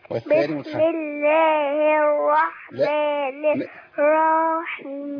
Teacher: لام شمسية مضغمة لا تنطق، راء شدة وفتحة مفخمة عبارة عن حرفين، الأول ساكن